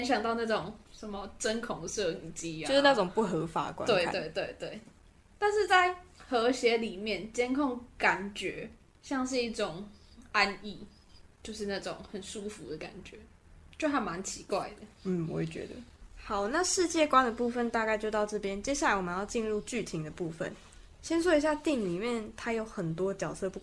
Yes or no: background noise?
yes